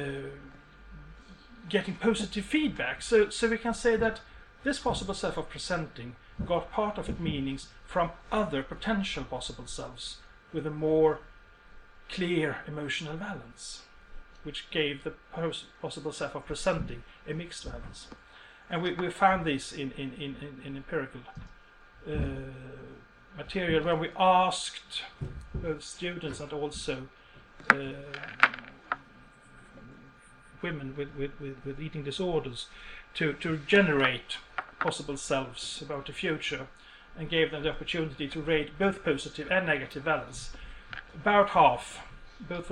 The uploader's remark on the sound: University of Borås, Sweden. Speaks at SRHE Joint Network Event.